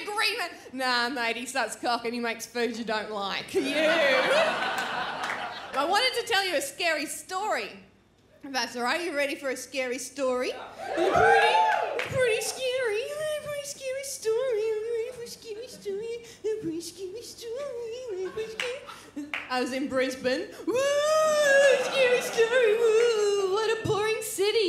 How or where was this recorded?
live audience